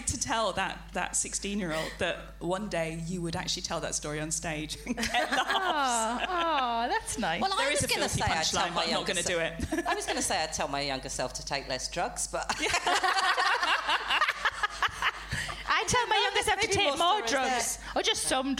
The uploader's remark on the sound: Recorded at the Firebug, Leicester. As part of the Leicester Comedy Festival.